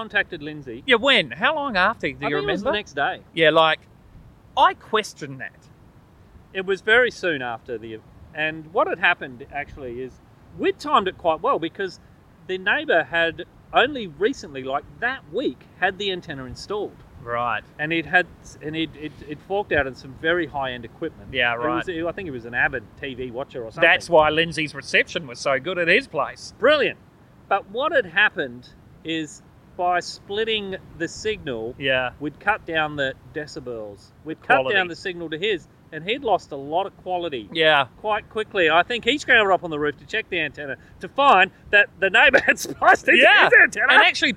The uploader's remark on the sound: We continue our outside recording from Bulli headlands.